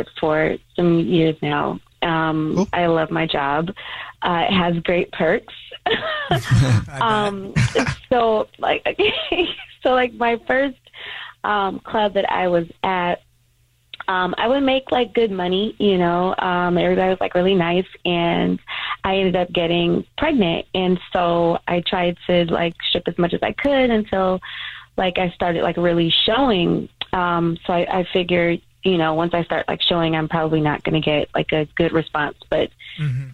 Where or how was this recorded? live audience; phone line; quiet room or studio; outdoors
phone line